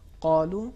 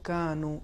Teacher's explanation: حرف قاف قالو اور کانو، ان دونوں میں فرق پایا جاتا ہے کہ ایک میں تفخیم ہے اور دوسرے میں ترقیق ہے. قاف کو بھاری اور موٹا تلفظ کیا جائے گا · Shown in: first take